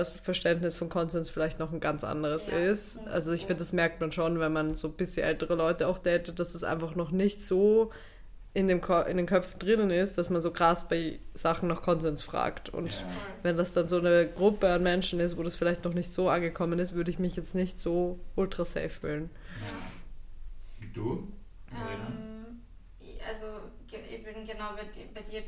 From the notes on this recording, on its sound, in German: Ihr könnt uns leider nicht so gut hören.